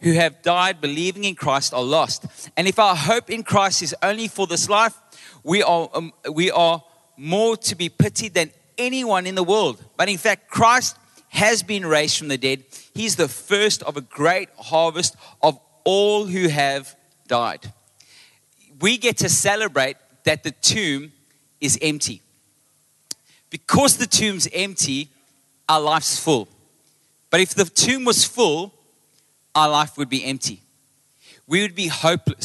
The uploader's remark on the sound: Recorded live on Sunday the 9th April 2023